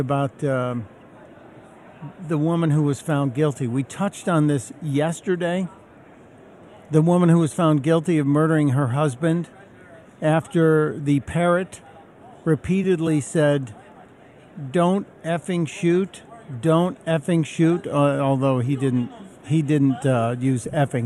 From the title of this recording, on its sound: Live from Freedom Fest in Vegas